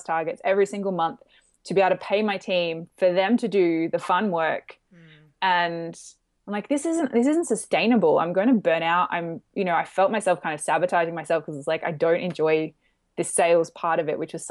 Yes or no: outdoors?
no